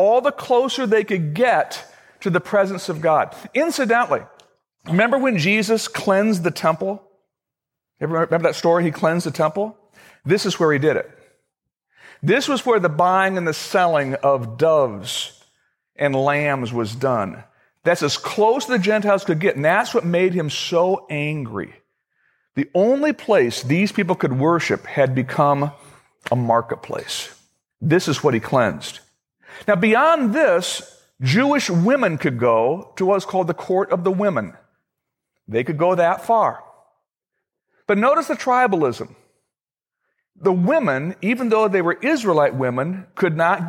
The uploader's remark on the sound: Originally recorded on August 18, 2013, at Fellowship Missionary Church, Fort Wayne, IN.